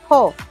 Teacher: Tsaka yung letter B sa Chinese, it's pronounced as a P without air